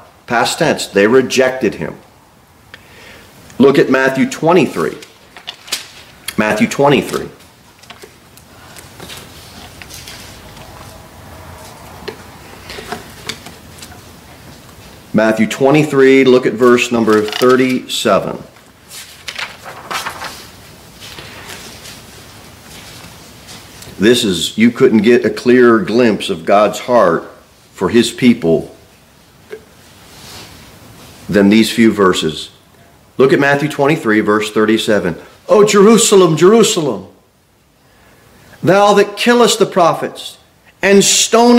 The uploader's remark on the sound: Sermon delivered at Pilgrim Baptist Church on Sunday, January 14, 2024, at 2-15 pm.